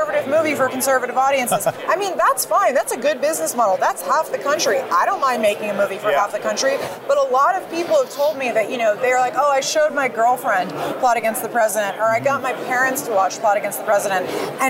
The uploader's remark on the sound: Battleground LIVE from CPAC